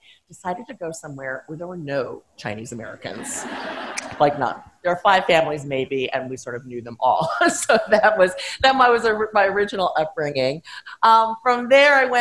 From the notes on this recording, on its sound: Delivered a keynote address as part of the University of Sydney’s celebrations for International Women’s Day. Sydney Ideas has partnered with the University’s Diversity and Inclusion team. To our Camperdown campus.